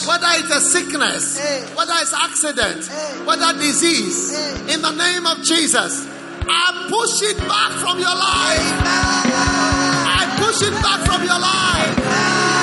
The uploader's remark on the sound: Preached at the Prophetic Encounter Service.